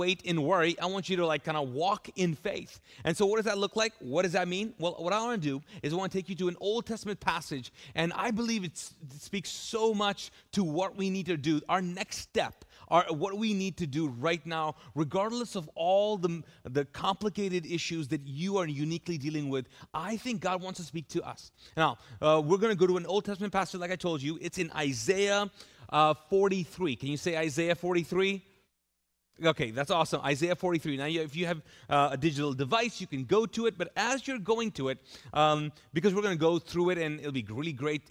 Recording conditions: large echoing room